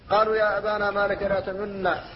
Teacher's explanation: فالنون ساكنة ولكن أشمت بشيء من صوت الضمة · Term: إشمام